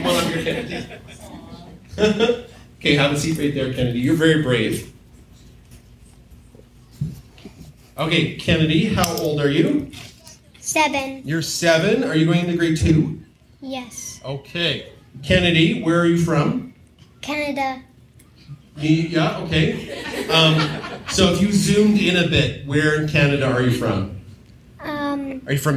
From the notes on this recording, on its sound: This is a little ADORABLE recording from our live show from Telus Spark. Invited kids to come up and talk about their pets.